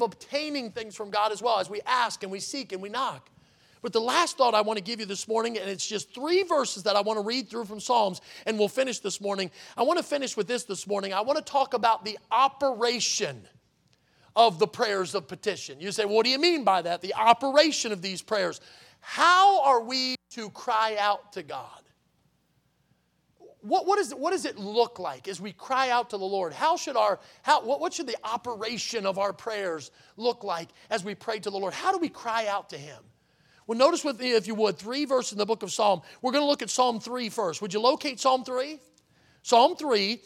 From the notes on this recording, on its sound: in the Sunday Morning Service on July 30, 2023, at Victory Baptist Church in Boonsboro, Maryland